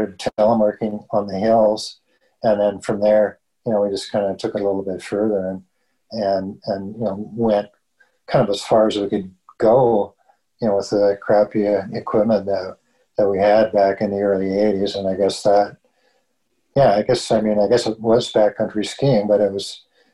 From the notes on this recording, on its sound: I sit down on a Zoom call with an iconic couple out of Prince George, BC.